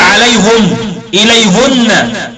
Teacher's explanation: فقرأ يعقوب بضم الهاء